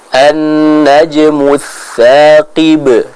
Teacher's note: Namun di sini kita membaca dengan huruf tha, yaitu dengan lidah yang tergigit atau bertemu dengan gigi seri bagian atas